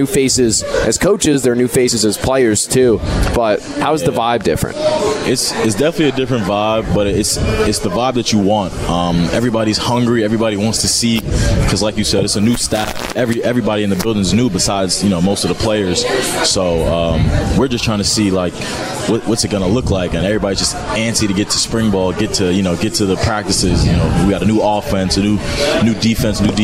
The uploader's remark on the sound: live from Monk's in Sun Prairie